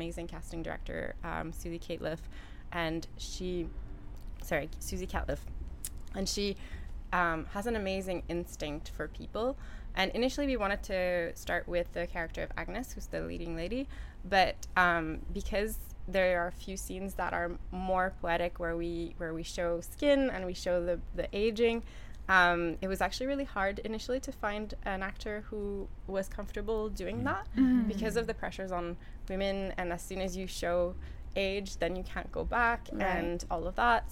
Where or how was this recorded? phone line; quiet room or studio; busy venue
busy venue